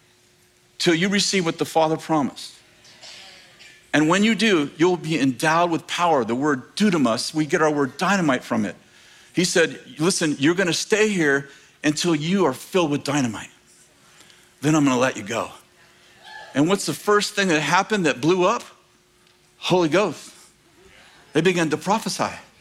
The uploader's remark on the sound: In this clip from School of the Prophets 2023, at Bethel Church in Redding, CA.